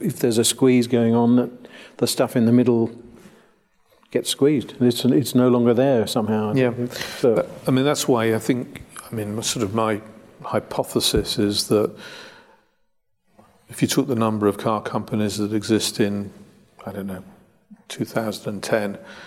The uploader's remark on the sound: Recorded LIVE. A live audience at the Royal Automobile Club.